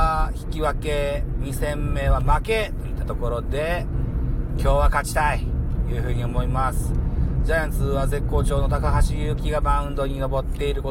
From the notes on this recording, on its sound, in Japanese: 胸ポケットin Live 帰宅の道中ドライビング。